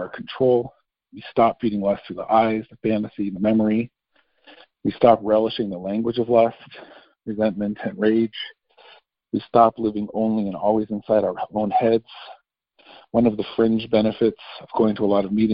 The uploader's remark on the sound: 2019 New Years Day Phone Conference